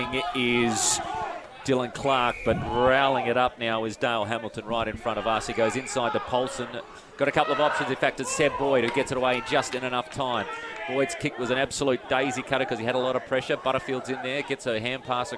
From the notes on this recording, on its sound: GFL on 1611AM SEN Goldfields. Live from Sir Richard Moore Sports Arena.